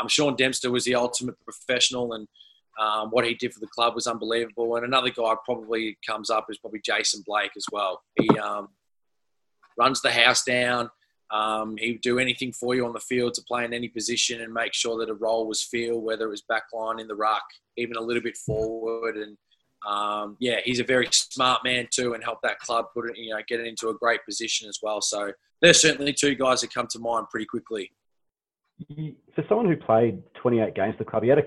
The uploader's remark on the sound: This podcast was produced in isolation via a Zoom conference call.